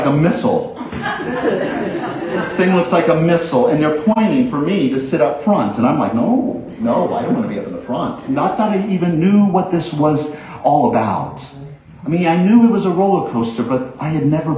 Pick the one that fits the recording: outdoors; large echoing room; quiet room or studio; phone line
large echoing room